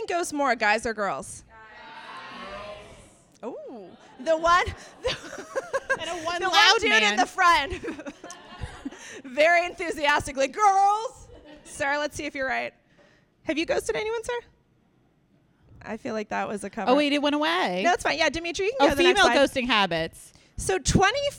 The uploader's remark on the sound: LIVE at The PIT in New York City. Continual updates on how our audio levels are doing.